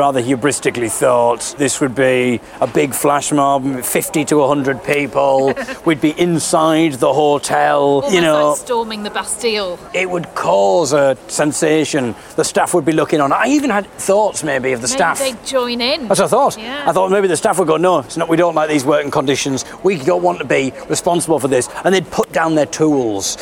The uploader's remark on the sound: This podcast is a recording of what occurred when we travelled to Manchester to picket Britannia Sachas Hotel.